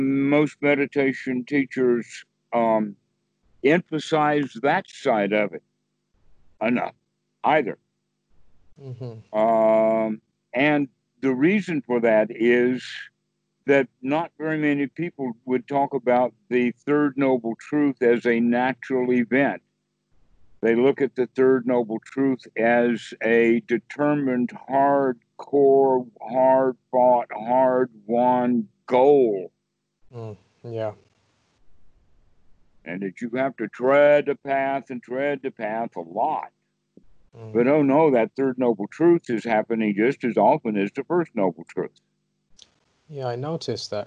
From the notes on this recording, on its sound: Skype calls on this channel.